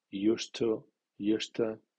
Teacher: porque d más t suenan como único sonido t en este caso al preceder s sorda